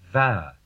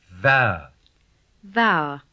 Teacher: When b is aspirated, it becomes v.